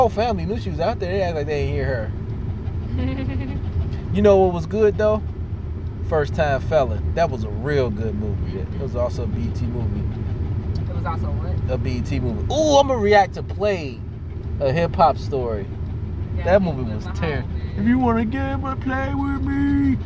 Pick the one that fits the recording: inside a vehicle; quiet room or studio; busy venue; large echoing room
inside a vehicle